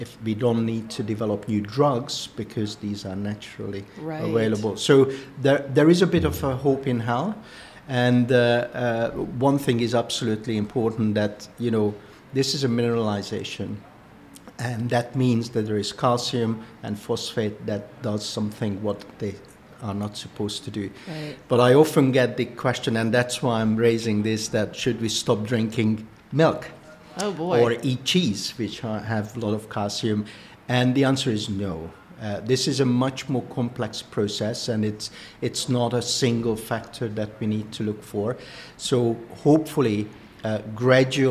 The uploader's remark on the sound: Conversations with the Scientists at BON Conference